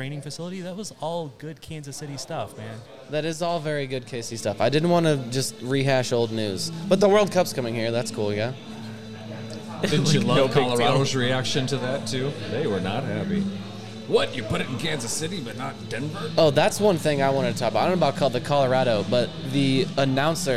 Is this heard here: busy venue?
yes